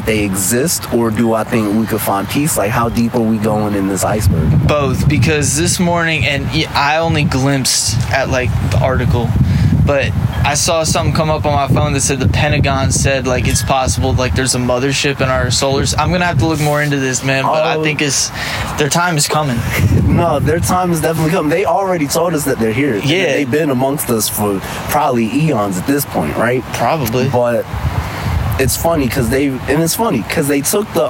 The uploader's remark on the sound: Just sitting outside on a sunny windy day.